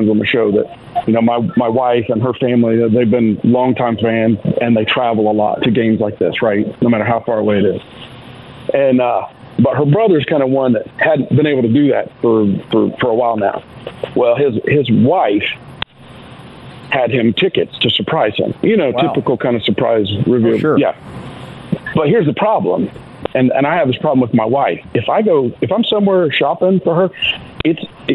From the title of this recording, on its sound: Callers Continued